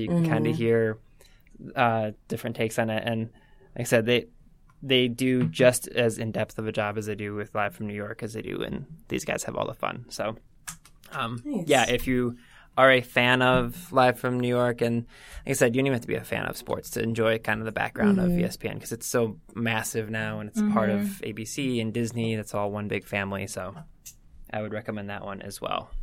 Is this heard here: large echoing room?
no